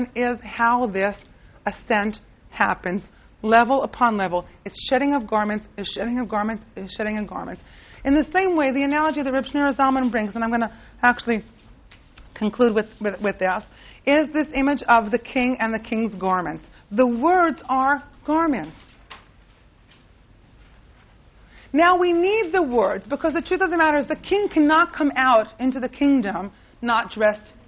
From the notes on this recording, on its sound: This audio was originally recorded on 06/22/2009 as part of Drisha's June Seminar.